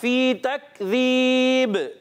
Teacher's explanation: با جو ہے حرف قلقلہ سے ہے قلقلہ آواز لوٹ کر آتی ہے